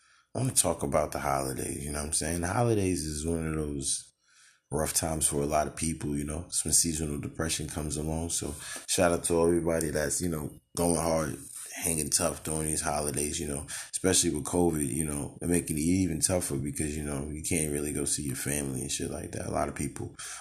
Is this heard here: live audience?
no